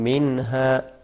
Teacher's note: یہاں پہ اظہار ہوگا چونکہ نون ساکن کے بعد حرف ہا آ گیا